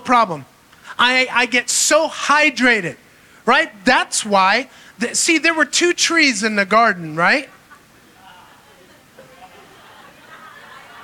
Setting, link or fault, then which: setting, large echoing room